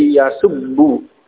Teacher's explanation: Yasbubu, nah, kemudian dua ba' di idghamkan menjadi yasubbu. Jadi dalam keadaan marfu dia dengan dhammah yasubbu.